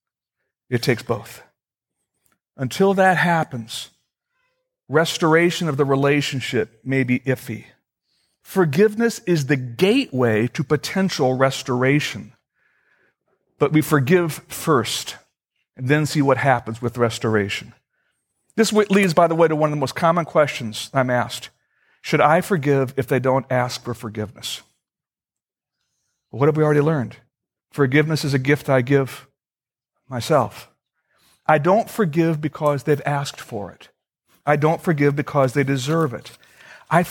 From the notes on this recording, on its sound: Originally recorded on September 8, 2013, at Fellowship Missionary Church, Fort Wayne, IN.